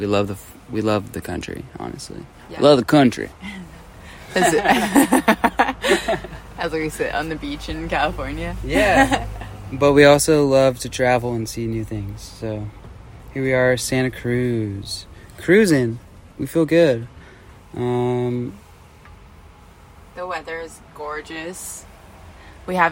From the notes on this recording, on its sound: recording from the beach